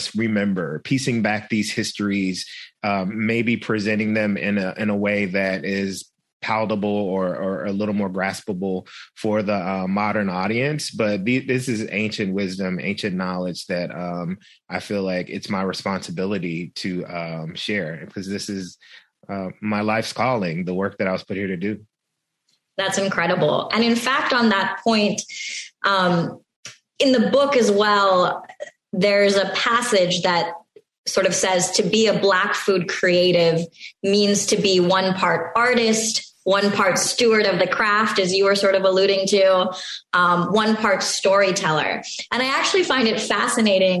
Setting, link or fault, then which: link, video call